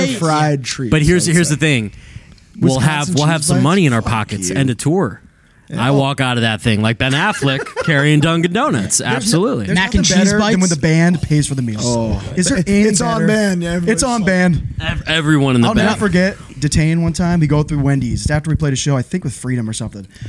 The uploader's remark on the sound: joined us live and in-person at FYA Fest 2023